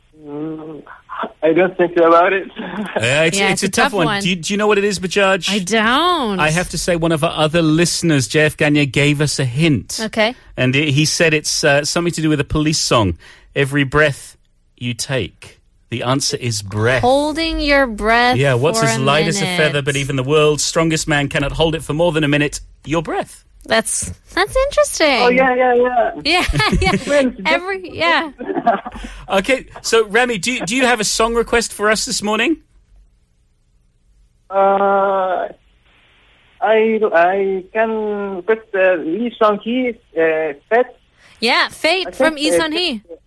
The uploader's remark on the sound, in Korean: 청취자 전화연결